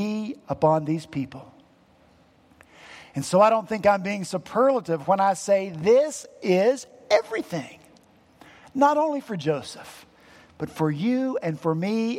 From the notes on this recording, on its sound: At Redeemer Presbyterian Church in Charleston, SC